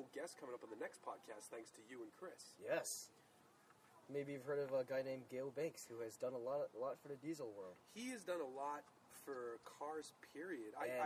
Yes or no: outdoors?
yes